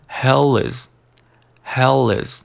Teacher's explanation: 那这个 hell 和 is 连读